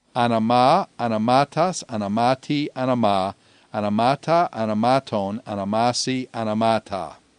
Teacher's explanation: The ma is consistent with all the forms, so we'll just accent that one.